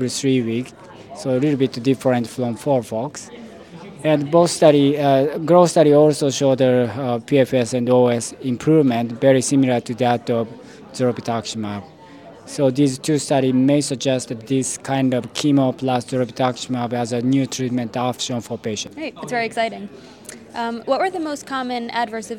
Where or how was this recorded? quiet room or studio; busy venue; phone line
busy venue